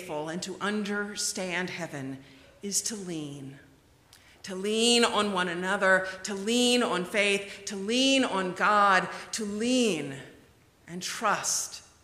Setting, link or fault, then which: setting, large echoing room